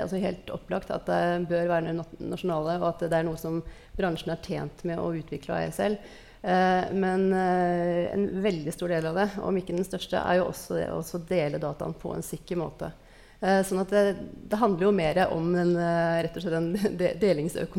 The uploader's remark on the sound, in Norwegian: Live podcast fra nettverkssamling hos DNV for teknologioptimister